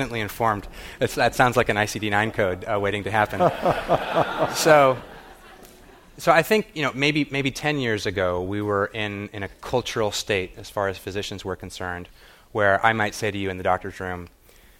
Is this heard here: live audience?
yes